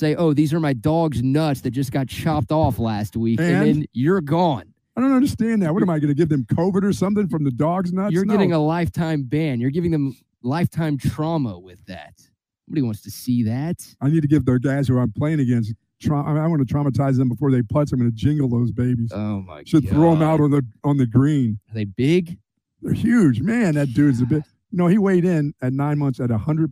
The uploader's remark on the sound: LIVE at Sue Patrick on Burnet Road!